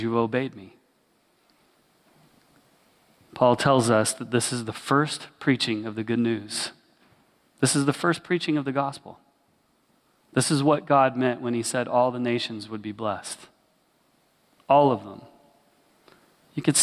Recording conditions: large echoing room